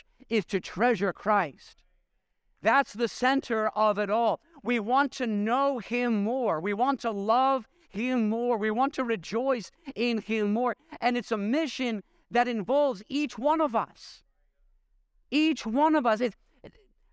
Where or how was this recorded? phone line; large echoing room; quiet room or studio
large echoing room